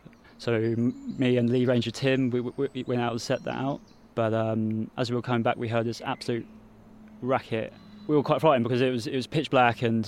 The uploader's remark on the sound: The Sweet Sound of Birdsong. In this mini episode from Cliveden, you’ll hear the sounds.